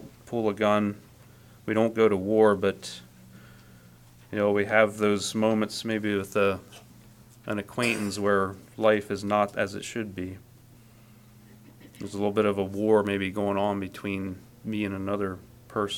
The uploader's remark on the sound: Message preached at Word of Hope on February 18, 2024